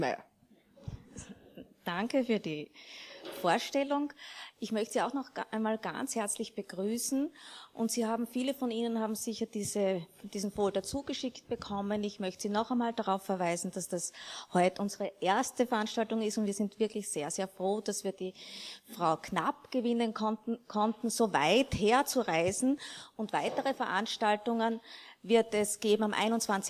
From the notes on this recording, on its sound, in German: Live-Mitschnitt der Veranstaltung. Aus technischen Gründen konnten im Diskussionsteil die Fragen aus dem Publikum nicht aufgezeichnet werden – die Antworten sind aber trotzdem zu hören!